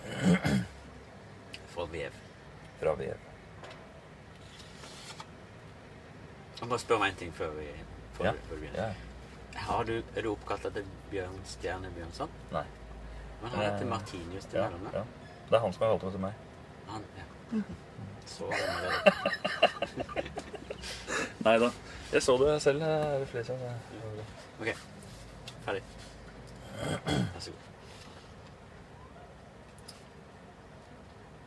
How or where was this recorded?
inside a vehicle